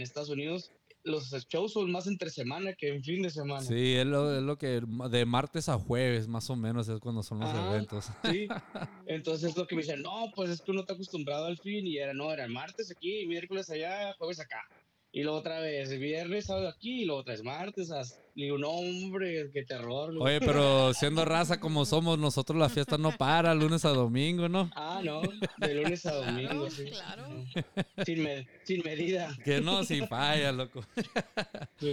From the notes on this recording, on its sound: Interview via telephone